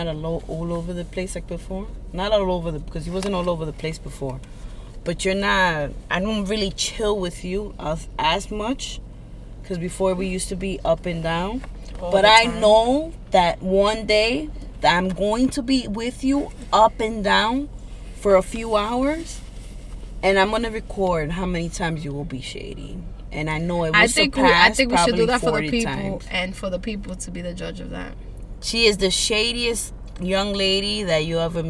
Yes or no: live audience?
no